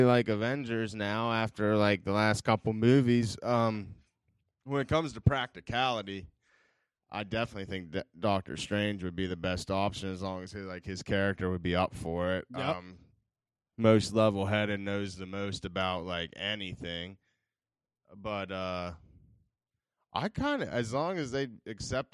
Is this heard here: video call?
no